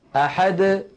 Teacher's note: ليس بعد الدال حرف، فالدال وقلقلتها تخرج واضحة جلية · Term: القلقلة